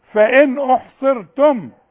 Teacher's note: النون برضو اللي عليها السكون لا تغن